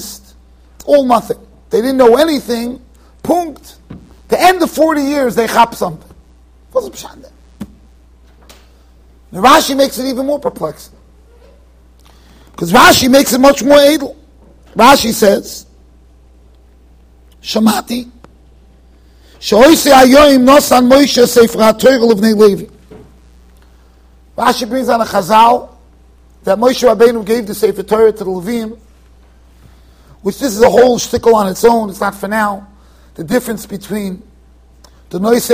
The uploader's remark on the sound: Shiur recorded in Yeshivas Ohr Reuven, Monsey NY.